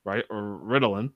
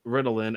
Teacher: This story's MacGuffin is a plaque medicine called Ritalin, accent on the second syllable · Shown in: first take · In real life, Ritalin accent on the first syllable is a commercial name for the psychiatric drug methylphenidate, used to treat attention deficit hyperactivity disorder.